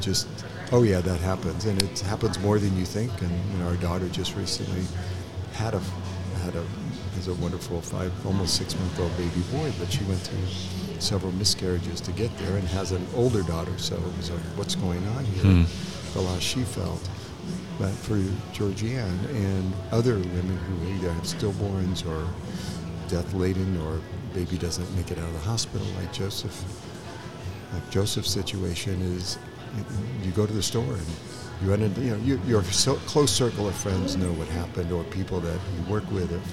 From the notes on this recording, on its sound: live from the chinden moxie